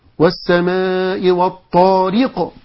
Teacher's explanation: جيت عند الراء رحت ضاغط عليها شوية ده اسمه تكلف